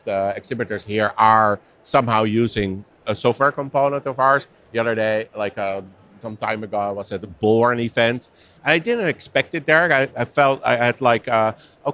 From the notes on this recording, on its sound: Recorded live from the Textkernel booth in Paris at Unleash